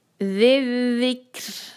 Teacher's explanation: अब चूंकि हम यहाँ पे रुक रहे हैं, इस पे हम वक्फ करेंगे, तो काफ और रॉ पे एक ही वक्त में जो है उस पे सुकून अदा करेंगे। और रॉ जो है वो उसकी आवाज़ को हम बारीक पढ़ेंगे, इसलिए क्योंकि ज़ाल पर कसरा है